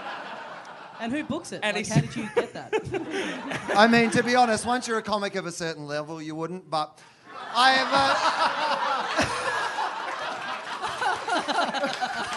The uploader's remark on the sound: Live!